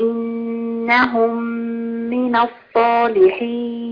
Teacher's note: ادغامنا الميم في الميم بقت ميم واحده مشدده · Term: ادغام مثلين صغير